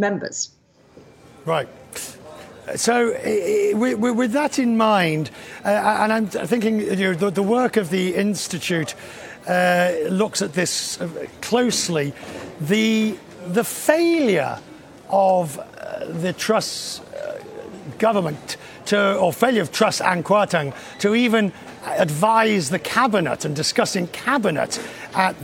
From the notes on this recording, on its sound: Today's action-packed show comes to you live from the International Monetary Fund meeting in New York.